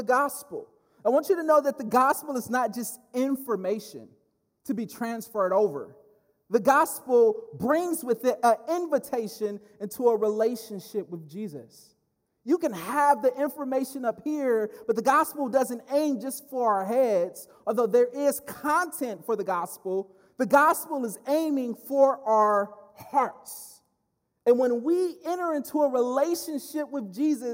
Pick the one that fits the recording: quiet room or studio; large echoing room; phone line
large echoing room